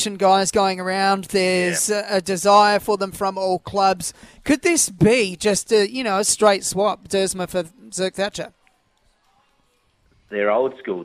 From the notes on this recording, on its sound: on location at Harbourtown this morning, doing an OB for Solitaire Automotive